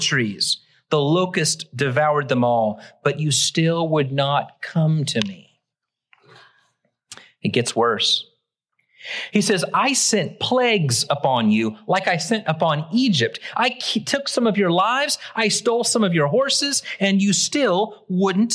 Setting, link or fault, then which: setting, large echoing room